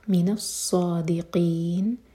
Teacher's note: صاد کا شدہ واضح کریں گے اسٹرانگ پڑھیں گے صاد کو اور صاد ہیوی ہے